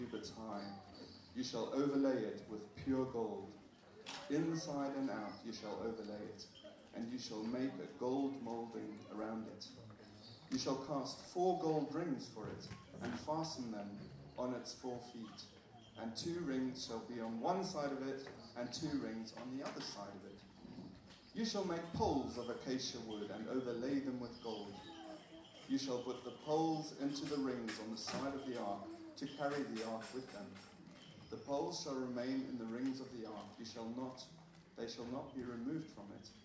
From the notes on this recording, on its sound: At our all-age 3t meeting. With the help of the children. With apologies for the poor quality of the recording.